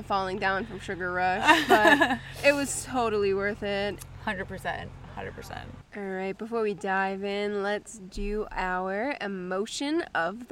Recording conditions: outdoors